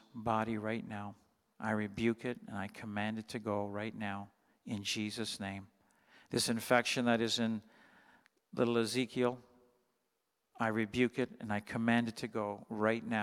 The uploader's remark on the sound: Sunday Morning Service, 2021-12-26